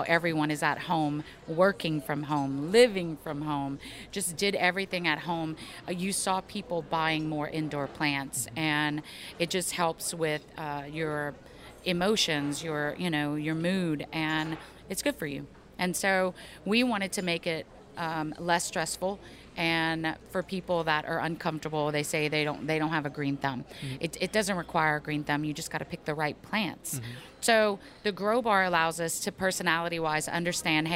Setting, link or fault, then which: setting, busy venue